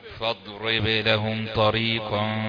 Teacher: قلقل الباء والضاد مش من حروف القلقلة